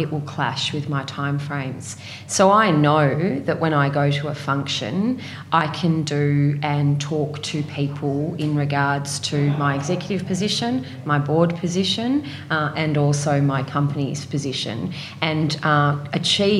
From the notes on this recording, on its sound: Recorded at the Scale investors portfolio day in 2019, this is a very special group interview.